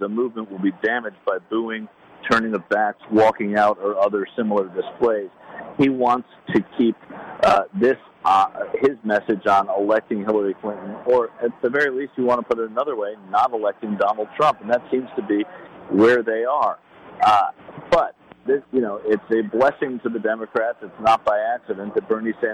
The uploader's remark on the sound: Live from DNC In Philadelphia.